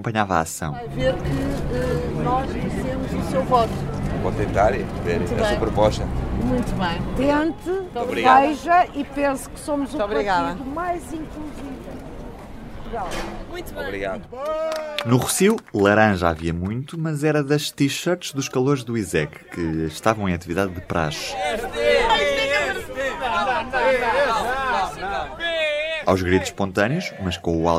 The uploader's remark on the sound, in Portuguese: Na recta final da campanha para as eleições autárquicas, o Poder Público saiu à rua para acompanhar as caravanas de três candidatos à Câmara de Lisboa.